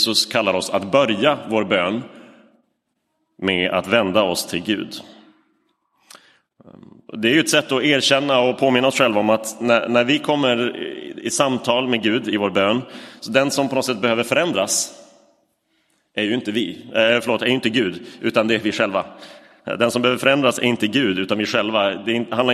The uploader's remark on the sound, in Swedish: Inspelad i Roseniuskyrkan den 12 november 2023.